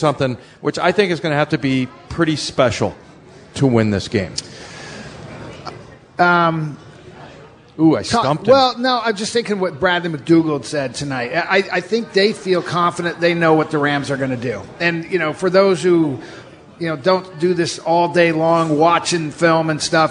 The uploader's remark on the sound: Joins the show live at Pearl Bar and Dining.